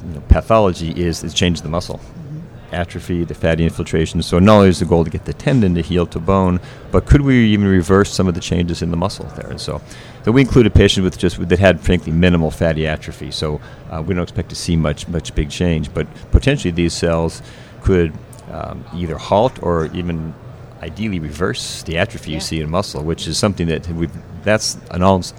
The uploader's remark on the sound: LIVE from AOSSM